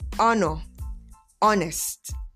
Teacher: The H is silent. So it is ah, honor, honest.